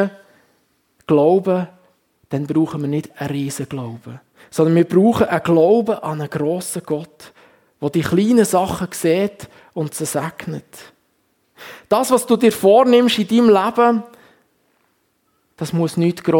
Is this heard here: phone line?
no